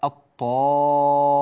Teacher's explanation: تلاحظون أننا لا نلفظ اللام · Term: اللام الشمسية